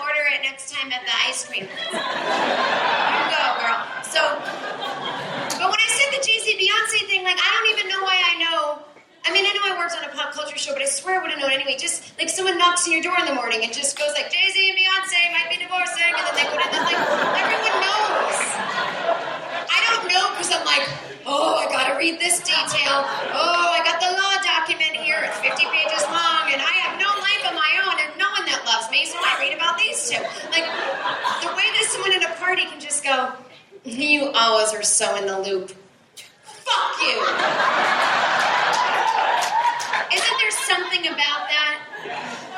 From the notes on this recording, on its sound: This is the second hour of the long-ass stand-up show that was recorded at the Bellhouse in Brooklyn September 2014.